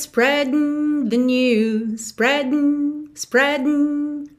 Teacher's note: a língua vai pro céu da boca no D, já puxa esse um, um